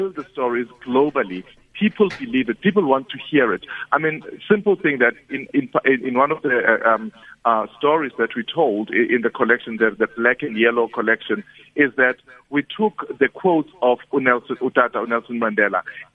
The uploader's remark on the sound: GUEST (phone)